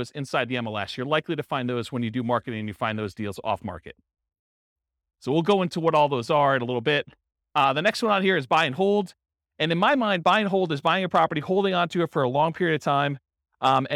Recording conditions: live audience